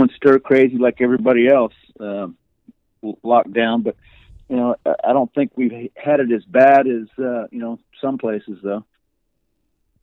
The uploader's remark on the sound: Over the phone from Texas.